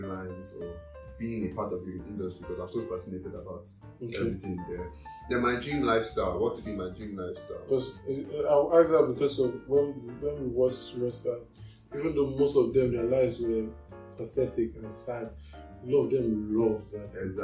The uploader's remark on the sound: Yeah I know the audio is weird